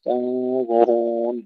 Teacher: تنظرون هنا نفخم الغنة لأن الضاء بعدها مفخمة، تنظرون نفخم الغنة للتاء، نرقق التاء ونفخم الغنة والضاء والراء، تنظرون.